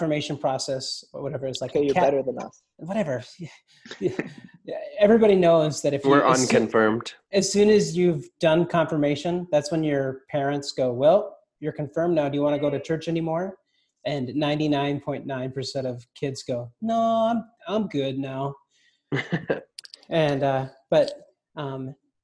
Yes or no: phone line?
no